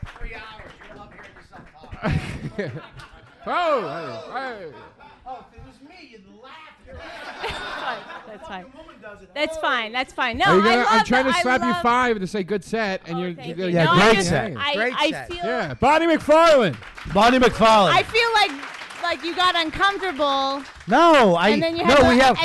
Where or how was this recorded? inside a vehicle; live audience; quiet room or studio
live audience